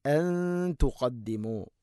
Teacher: മീമു സാക്കിനേക്ക് ശേഷം ഹംസ വരുമ്പോൾ ഇസ്ഹാറാണ്, വെളിവാക്കി ഉച്ചരിക്കണം.